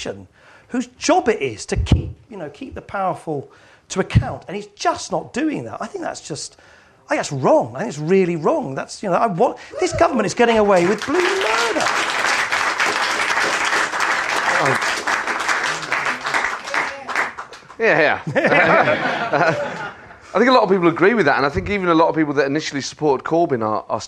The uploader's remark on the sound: joined on stage this month